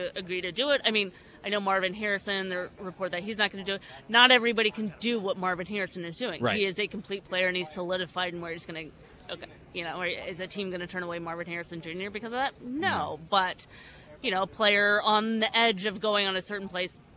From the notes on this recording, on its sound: live from the NFL Combine